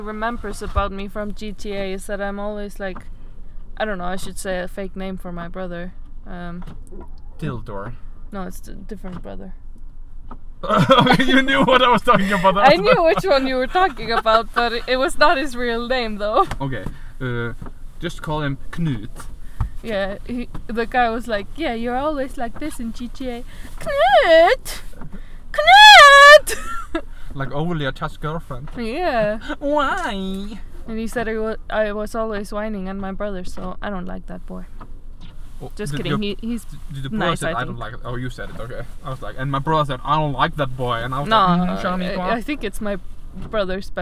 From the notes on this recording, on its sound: Live from the storm. We are LITERALLY recording in the car in the storm at night next to a kindergarten.